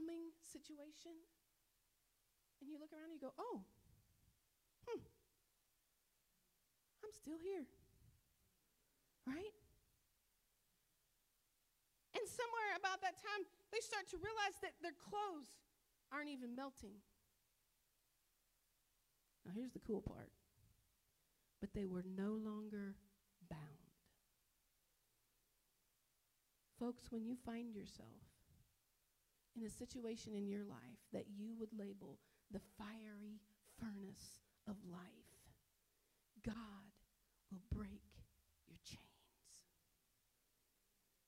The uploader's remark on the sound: This sermon was delivered and recorded at Northpoint Community Church in Beaumont, TX